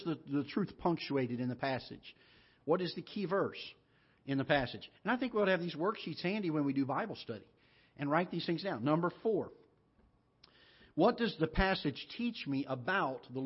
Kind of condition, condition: setting, large echoing room